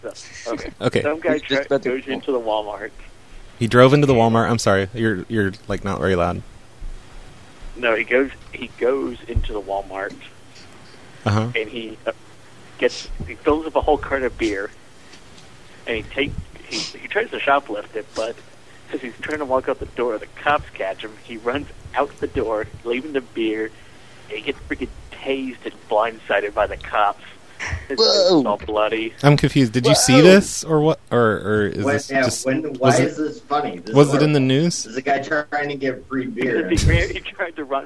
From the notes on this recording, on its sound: Prank Phone Calls